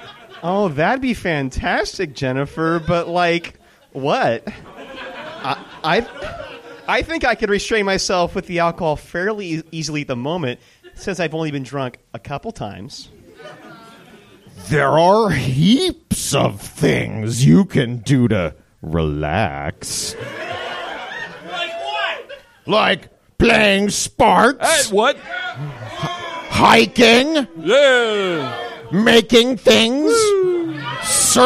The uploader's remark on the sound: It took us until our seventh F Plus Live to figure out that we could do it somewhere other than Minneapolis, and that we could do it in a theatre! Seattle.